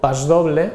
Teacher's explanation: pas doble amb una S sonora perquè la D és sonora. Així que pronunciem amb S sonora a final de síl·laba quan va seguida d'una consonant sonora.